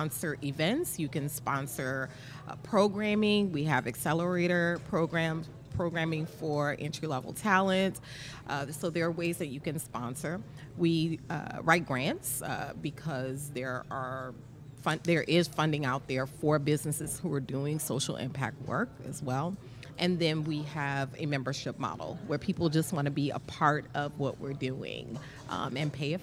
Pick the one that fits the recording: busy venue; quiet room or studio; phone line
busy venue